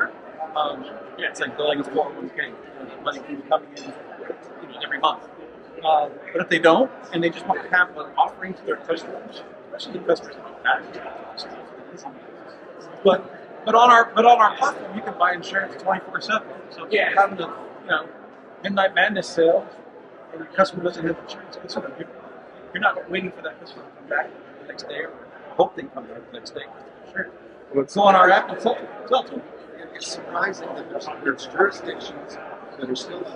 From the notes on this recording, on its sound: Doing a special "Ambush Interview" at Driving Sales in Las Vegas for the Auto Hub Show.